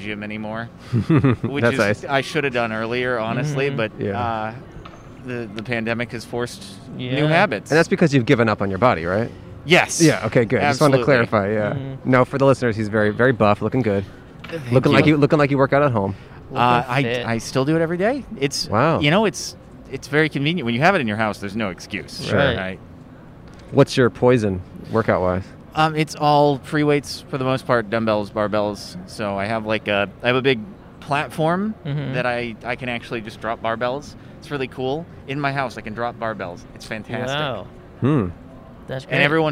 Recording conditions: outdoors